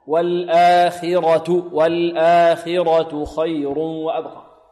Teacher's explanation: والراء هنا مفخمة، لماذا؟ لأنها مفتوحة